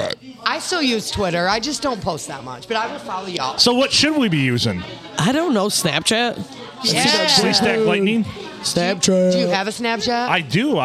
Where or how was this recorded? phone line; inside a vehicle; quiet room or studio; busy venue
busy venue